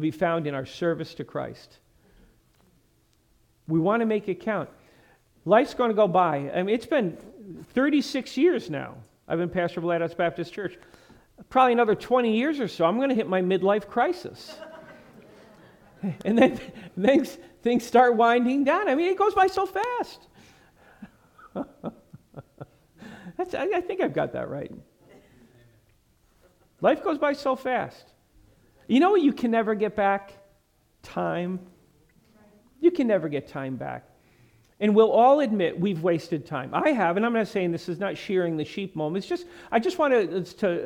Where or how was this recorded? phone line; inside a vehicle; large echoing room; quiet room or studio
large echoing room